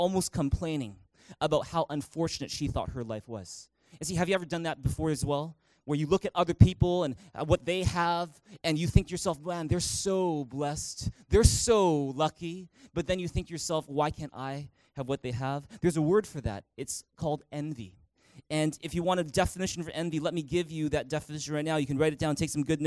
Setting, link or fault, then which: setting, large echoing room